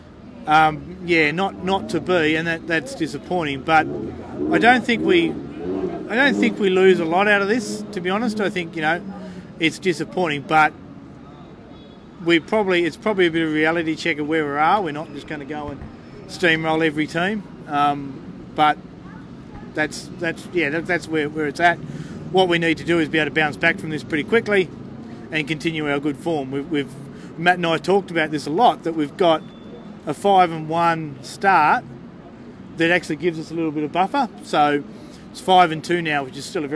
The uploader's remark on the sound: on location for The Greenhouse Live outside Brookvale Oval